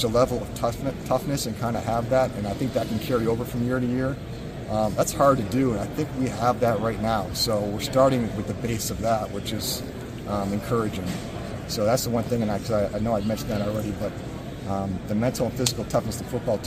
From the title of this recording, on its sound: Press Conference from the NFL Combine